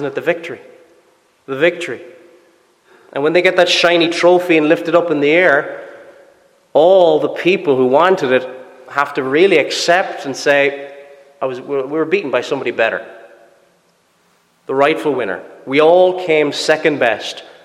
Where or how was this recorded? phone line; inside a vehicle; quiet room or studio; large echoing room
large echoing room